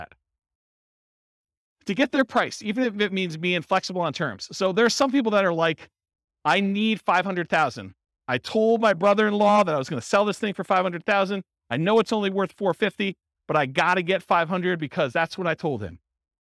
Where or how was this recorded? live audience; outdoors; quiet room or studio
live audience